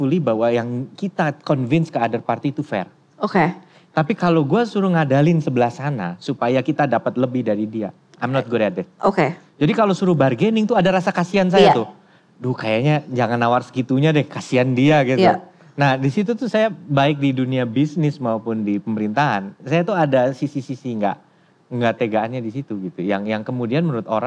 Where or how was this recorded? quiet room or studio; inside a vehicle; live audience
live audience